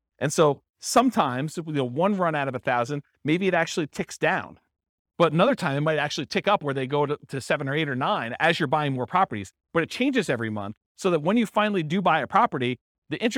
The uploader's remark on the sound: This was a live class recorded